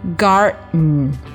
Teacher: oi 是由 o 和 e 这两个音组合成的啊，把这两个音前长后短，前重后轻，前清楚后模糊的连在一起，就组合成了咱们非常饱满地道的 oi 这么一个双元音，千万不能用中文的 oi 这么松散的这种音去替代它，读成 spoil 啊，应该读成 spoil，注意尾音的 l 的尾音啊，字母 l 发的这个 l 的尾音，舌尖顶在上牙龈上去发 spoil。再来看最后一个重点单词 garden，这个单词呢有一个鼻腔爆破的现象。很多同学可能会问，什么叫鼻腔爆破？鼻腔爆破怎么读呢？其实非常简单啊，我们可以把这个单词拆分一下，先读 guard，然后把这个字母 d 做一个这个失去爆破处理，读成 guard，然后在失去爆破处理之后，紧接着咱们就读这个字母 n 发的这个嗯的音，就是 garden，中间有一个非常快、非常轻的停顿